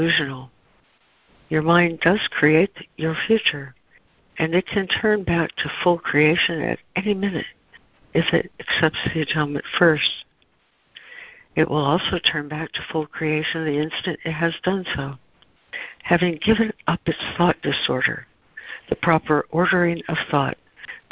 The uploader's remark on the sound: ACIM Daily Conference Call